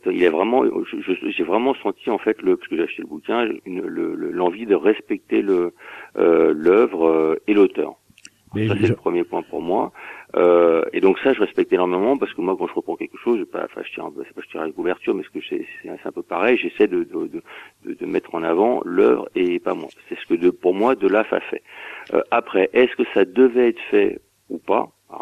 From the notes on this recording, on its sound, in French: qui reçoit par téléphone